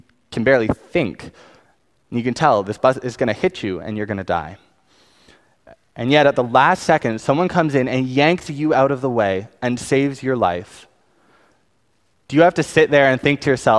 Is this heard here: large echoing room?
yes